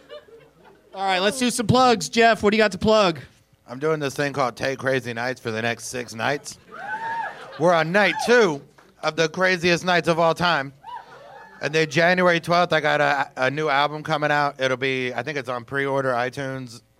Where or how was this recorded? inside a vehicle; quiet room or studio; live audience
live audience